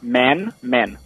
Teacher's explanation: A primeira você subiu no final e a segunda você desceu.